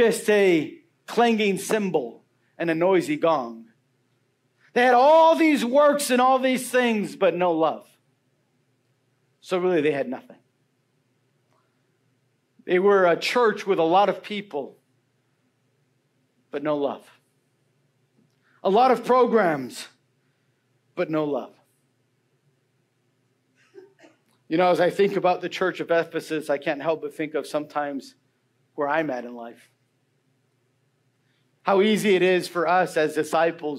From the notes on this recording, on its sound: Message preached Sunday February 11, 2024.